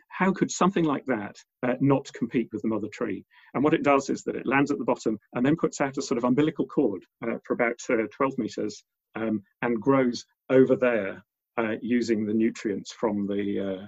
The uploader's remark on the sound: Recorded at the 5x15 zoom online event on 20th April, 2020.